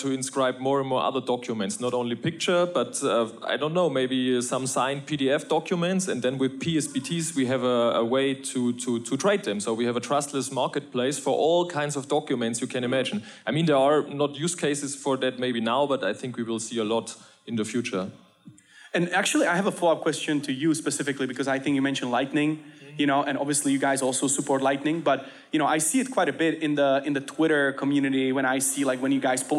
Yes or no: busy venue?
yes